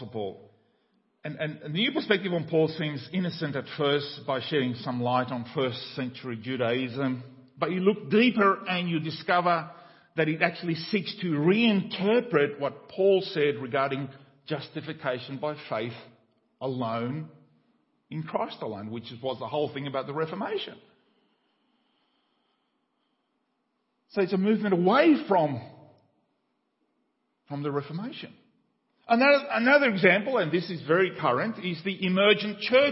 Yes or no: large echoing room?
yes